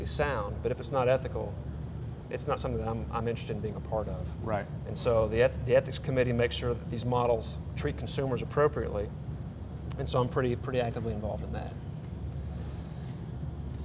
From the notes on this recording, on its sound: Cool Springs Brewery was gracious to let us record our &quot;Executive Meeting&quot; at their incredible location in Franklin, Tennessee. Cool Springs Brewery was gracious to let us record our "Executive Meeting" at their incredible location in Franklin, Tennessee.